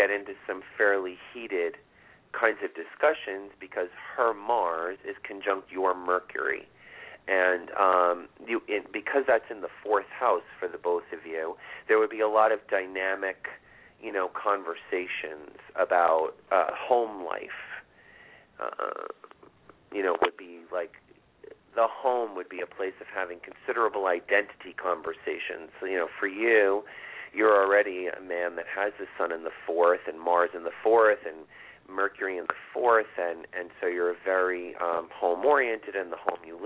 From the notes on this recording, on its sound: This is a call in show with LIVE readings.